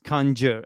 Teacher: So the stress is, Zdenek and listeners, on the first syllable.